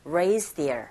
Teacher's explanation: 이때 히어에 이 흐 사운드가 작게 들리는 경우 raised here 앞에 나오는 드 사운드와 연결되어져서 raised here 이런 식으로 들릴 수 있습니다